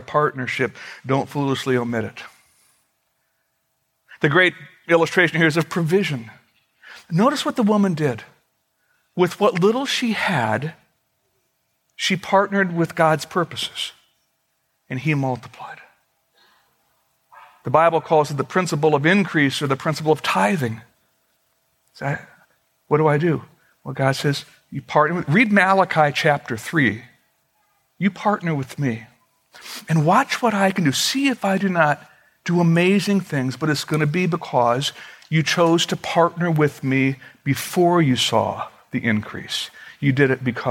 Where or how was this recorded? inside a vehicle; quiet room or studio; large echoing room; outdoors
large echoing room